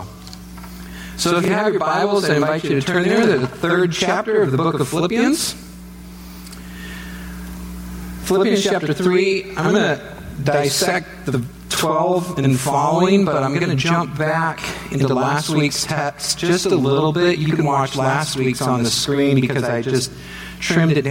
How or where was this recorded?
large echoing room